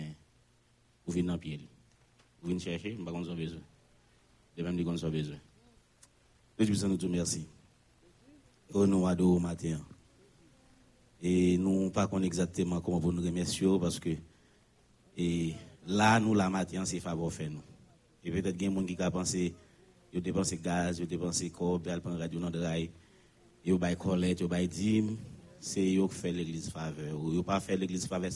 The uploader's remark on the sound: Sunday Service Live